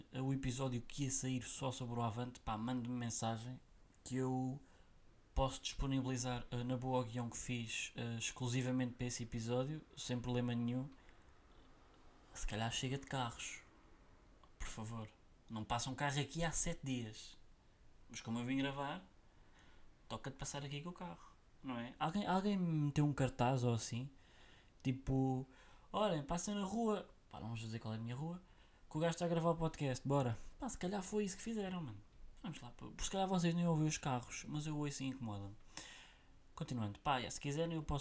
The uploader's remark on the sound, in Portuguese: NOTA IMPORTANTE: Eu sei que o som está baixo, mas era entre um som baixo e uma melhor qualidade ou um sou alto e ruídos, carros, aspiradores.